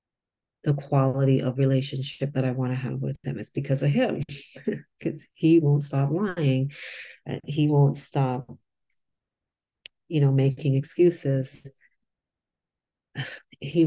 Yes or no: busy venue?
no